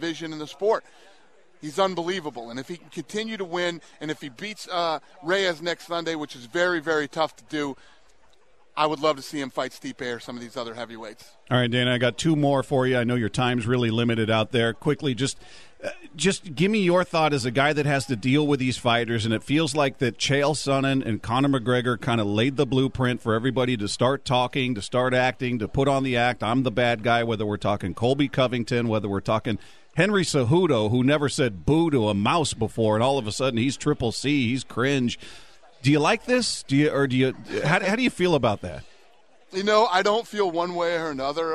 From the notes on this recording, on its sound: from Super Bowl Radio Row in Miami